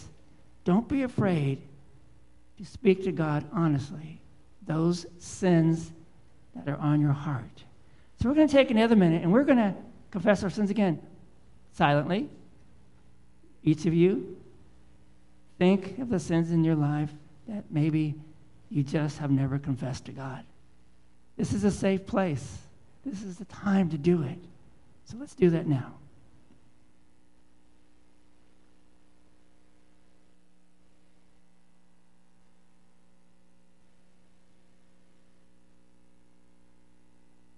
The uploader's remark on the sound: Live Worship Service